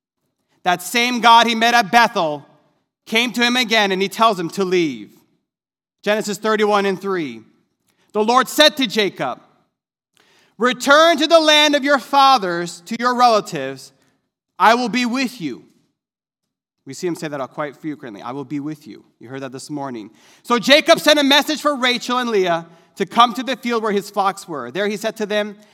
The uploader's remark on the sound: This sermon was recorded live on Sunday, August 22nd, 2021 at Newark United Pentecostal Church.